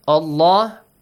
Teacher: lam is pronounced with a heavy sound